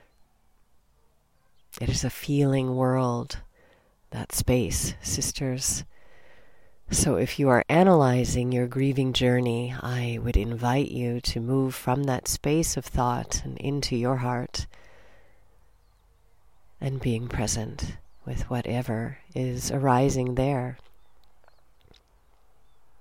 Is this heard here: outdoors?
yes